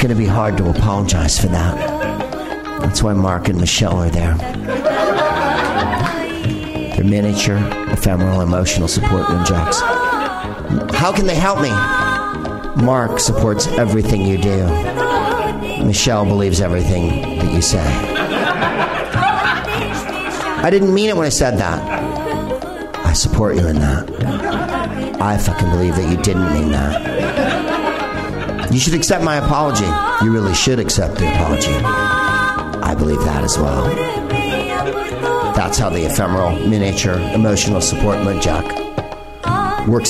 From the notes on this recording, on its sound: Live from the NerdMelt Showroom in Los Angeles